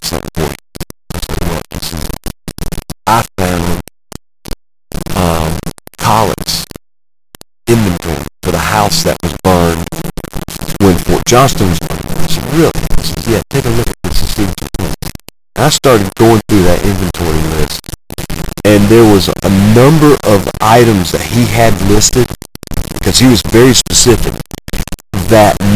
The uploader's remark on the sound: I return to Brunswick Town to interview the site manager. The quality of the original interview was perfect, but I developed some kind of white noise when I transferred the audio.